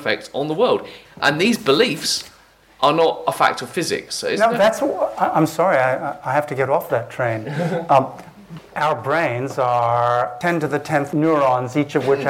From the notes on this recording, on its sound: The discussion was recorded live at Foyles bookshop in association with the Bristol Festival of Ideas .